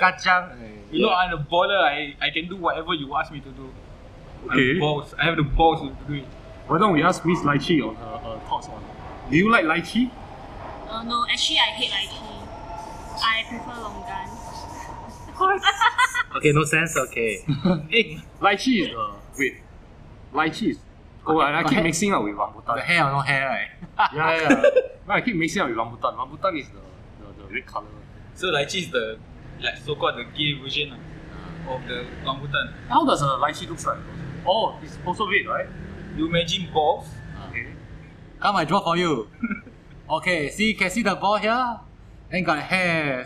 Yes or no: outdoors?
yes